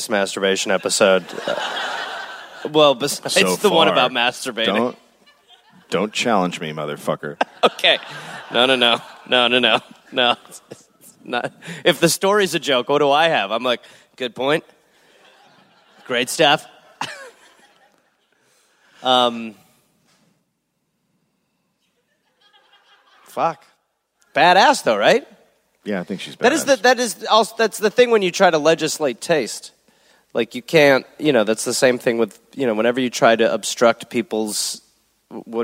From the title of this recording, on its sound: Live in Gold Coast